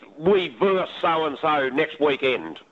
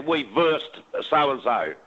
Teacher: to drop that last syllable off the word versus, meaning one team playing another.